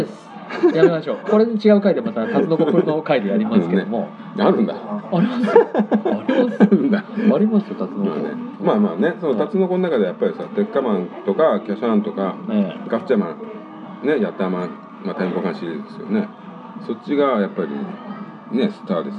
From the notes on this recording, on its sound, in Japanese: 居酒屋にて、記憶が薄くなる前にと感想を収録したんで。いつもより収録の機材も環境も良くないので音質があれですが。